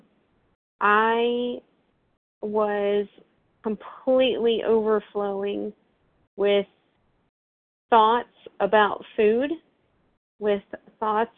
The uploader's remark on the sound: from the 100 Pounders Phone Meeting